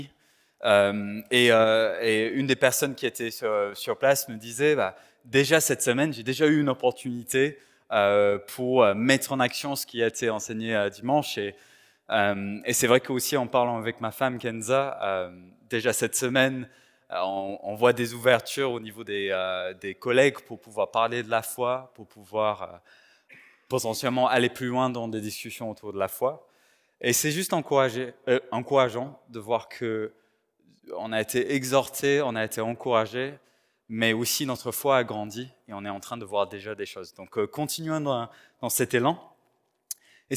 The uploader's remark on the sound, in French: Enregistré à l'église CVV, le 10/04/2022